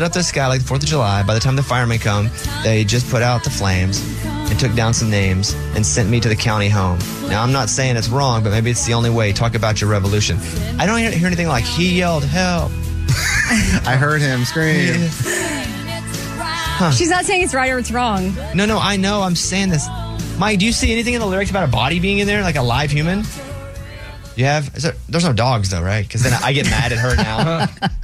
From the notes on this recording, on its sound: with a teacher on the phone to grade him!